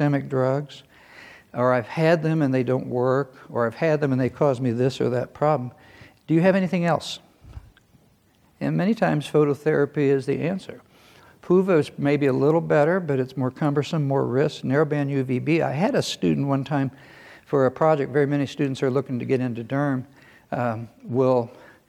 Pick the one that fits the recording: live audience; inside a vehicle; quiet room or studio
live audience